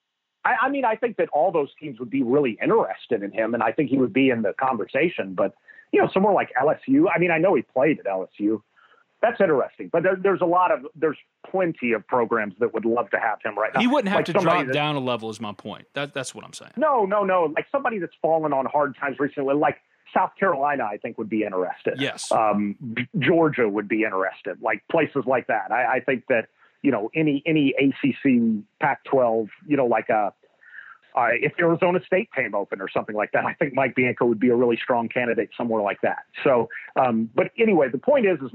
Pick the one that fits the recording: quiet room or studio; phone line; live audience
phone line